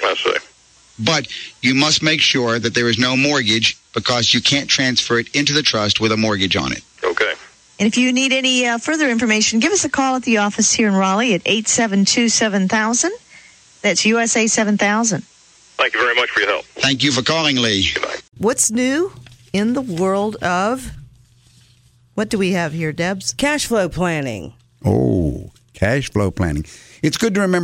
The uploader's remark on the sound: Financial planning call-in show.